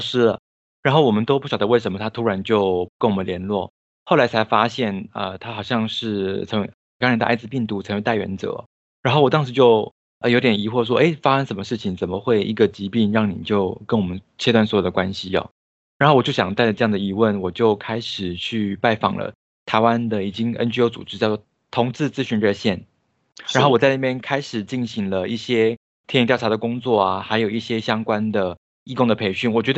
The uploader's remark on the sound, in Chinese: 本集Podcast透過Microsoft Teams通訊錄製。